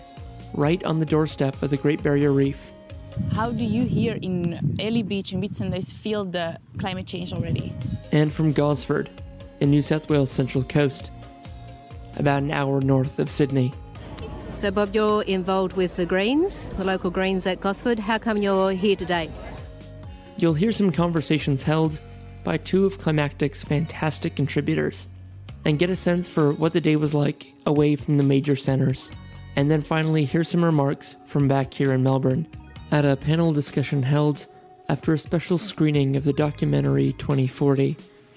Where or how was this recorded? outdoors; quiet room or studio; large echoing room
outdoors